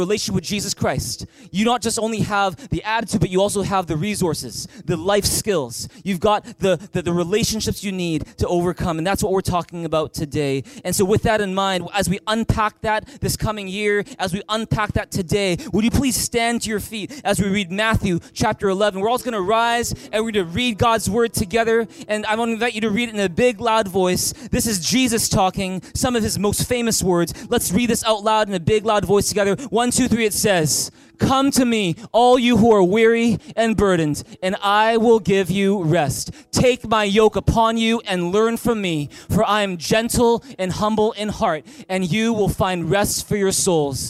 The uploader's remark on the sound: At THRIVE Church Vancouver, Canada.